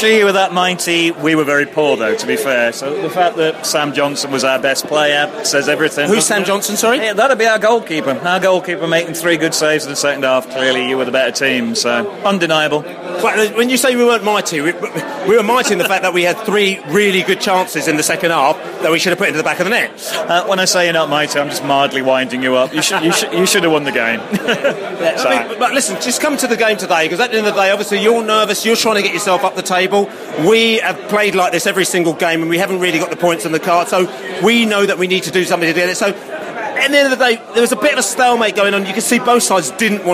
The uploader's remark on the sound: Post-match podcast from the pub.